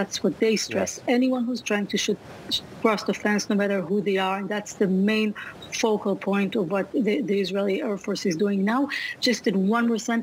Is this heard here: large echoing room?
no